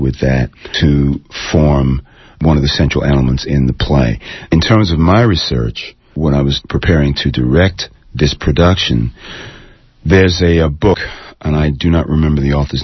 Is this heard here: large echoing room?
no